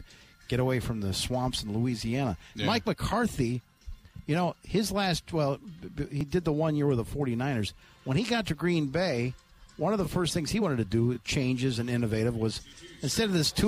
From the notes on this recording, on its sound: live at the Wisconsin State Fair